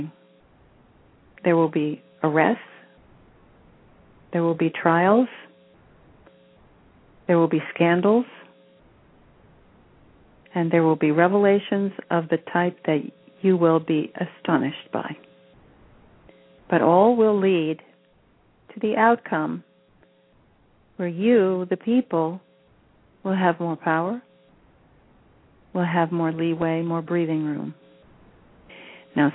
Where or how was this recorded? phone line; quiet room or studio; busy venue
phone line